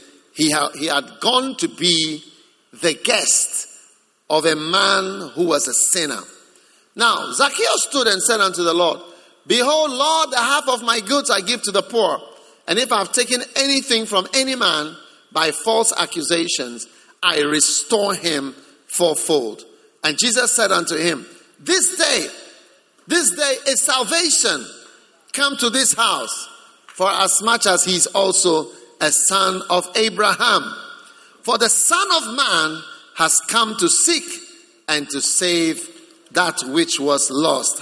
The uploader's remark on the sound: Preached at the Prophetic Encounter Service.